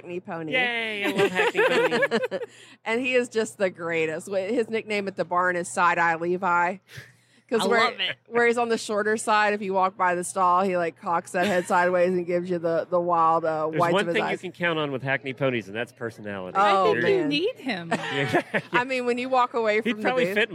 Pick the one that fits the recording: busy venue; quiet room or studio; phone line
busy venue